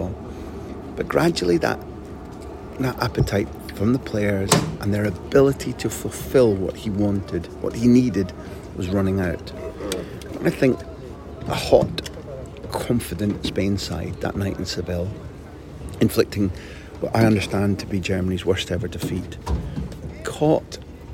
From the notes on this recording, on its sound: Live! From the rondo! I hope you enjoy hearing in the background to this report the fun the Spain players were having as I recorded during their training session.